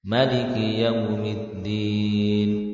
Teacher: membaca dengan pendek mimnya